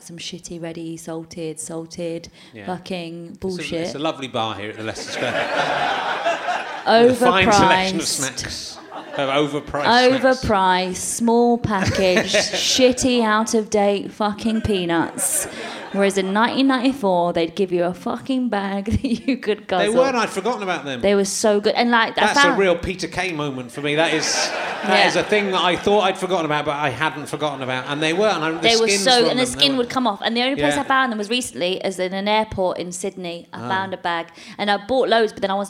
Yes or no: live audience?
yes